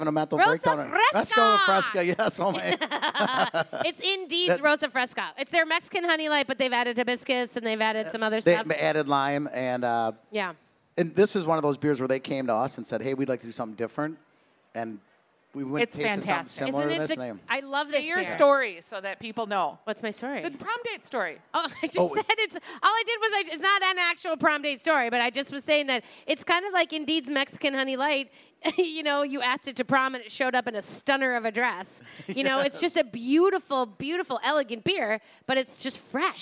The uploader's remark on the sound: Live from the KSTP Stage at the Minnesota State Fair